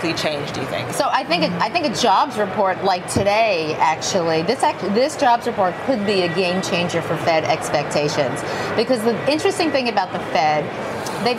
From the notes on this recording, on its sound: Live from The New York Stock Exchange.